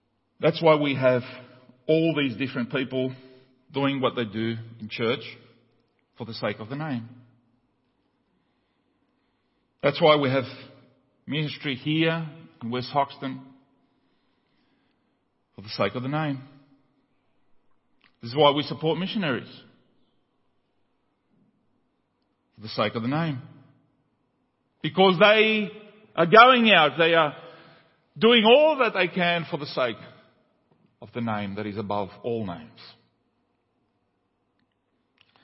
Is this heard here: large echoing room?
yes